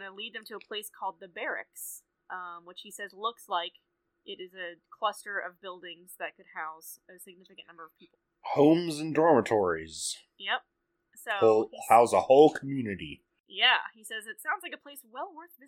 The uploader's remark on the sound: This week we had some audio issues.